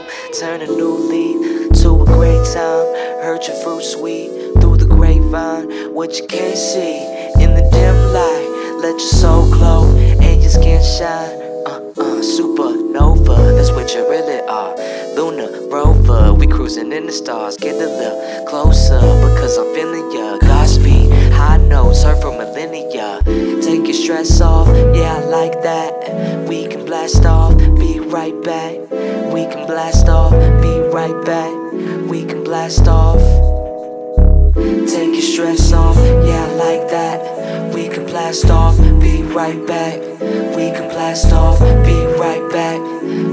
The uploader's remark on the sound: Live From the Park